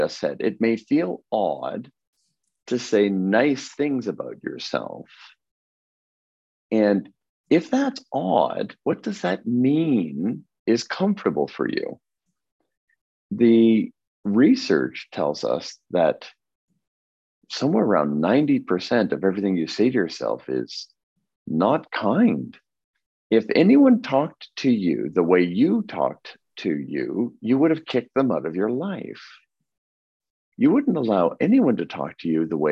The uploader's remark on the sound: Zoom Call